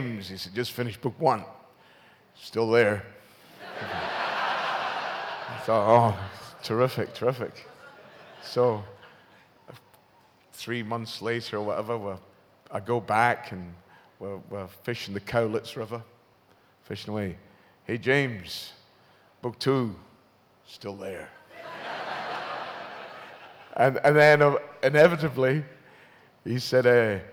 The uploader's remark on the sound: Recorded at this year's Sci Fi Weekender 6.